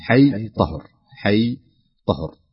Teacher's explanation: يعني إذا أتتني الحروف المجموعة في قولك حي طهر تنطقها مدا طبيعيا حركتين حي طهر حي طهر، هذه حركتين لا تمد أكثر من حركتين مد طبيعيا